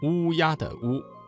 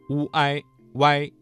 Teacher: 嘴唇拢圆，突出成小孔，舌面后部隆起，声带震动